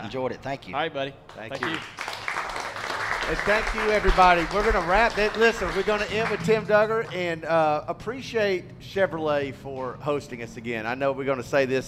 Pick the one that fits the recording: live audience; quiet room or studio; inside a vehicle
live audience